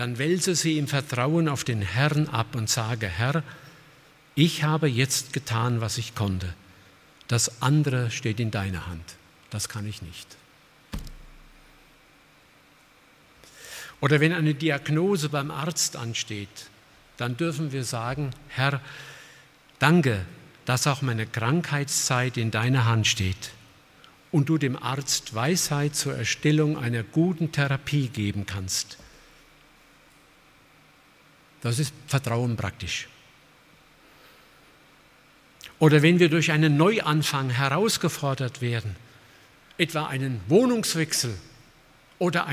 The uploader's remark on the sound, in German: aus dem Gottesdienst der Liebenzeller Mission